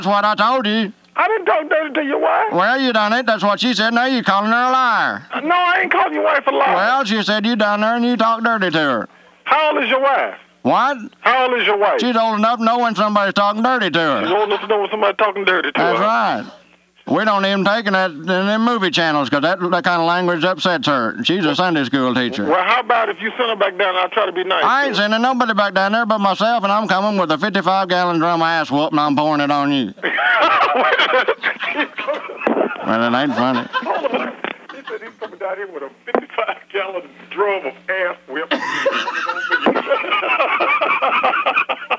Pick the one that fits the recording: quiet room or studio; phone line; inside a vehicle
phone line